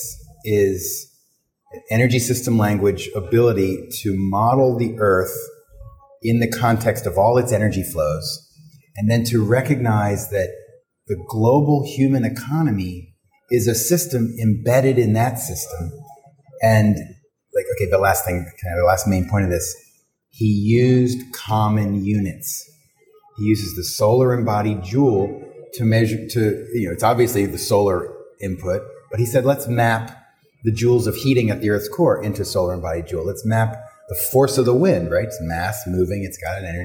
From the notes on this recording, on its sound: recorded at the PhiusCon 2023